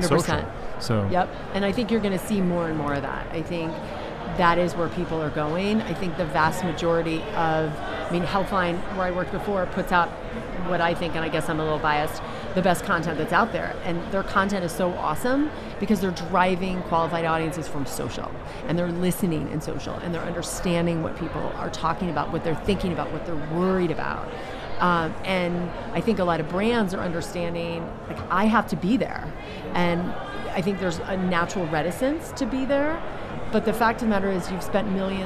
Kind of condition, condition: setting, busy venue